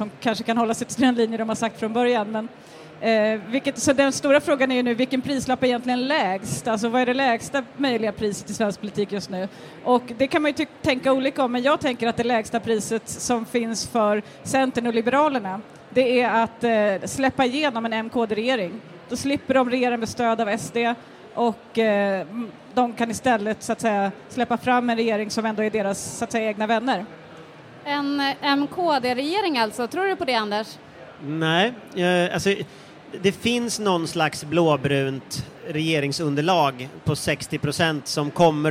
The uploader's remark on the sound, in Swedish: Live från Bokmässan. Inspelar inför publik på Bokmässan.